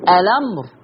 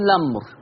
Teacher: يا انطق همزة الوصل اقول الامر، او اشيل همزة الوصل وابدأ باللام اقول لامر